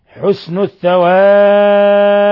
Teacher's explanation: حال الوقف على الباء تقلقل وتمد العارض للسكون ثلاثة أوجه القصر والتوسط والإشباع